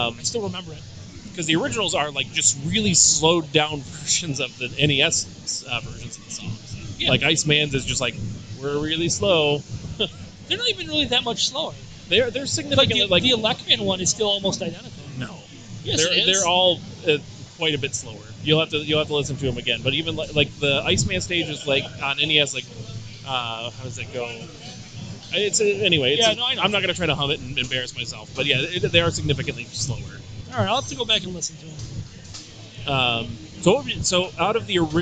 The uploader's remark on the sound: The Legend of Retro was at the Michigan Science Center for After Dark: Vintage Video Games 4. Recorded live at the Michigan Science Center After Dark: Vintage Video Games 4.